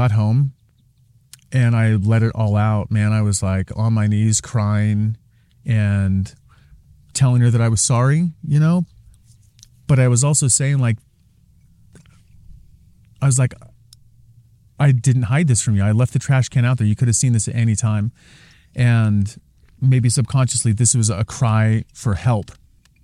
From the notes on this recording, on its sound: Recorded on the beautiful red rocks of Sedona Arizona